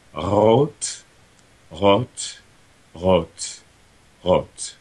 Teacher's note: I'm gonna try a trill, then a fricative, then an approximate.